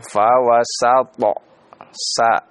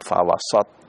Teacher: Ya. Tetap ya sinnya dibaca dengan harokat fathah yang berarti dia istifal ya. · Shown in: first take · Sehingga kita baca fawasato sa ya salto.